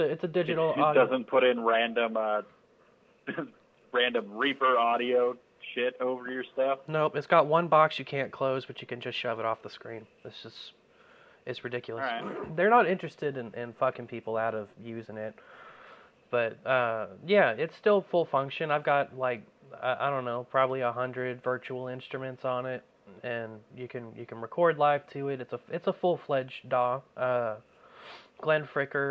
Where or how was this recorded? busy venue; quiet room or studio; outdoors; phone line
phone line